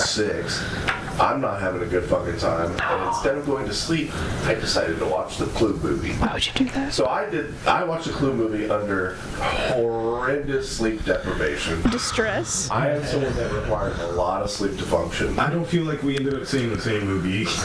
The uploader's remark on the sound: WE HAD RECORDING ISSUES AGAIN . We're so sorry for the weird roomy sound!